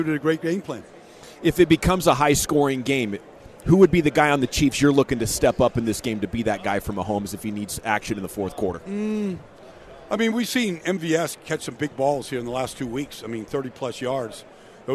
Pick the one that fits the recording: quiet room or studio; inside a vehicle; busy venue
busy venue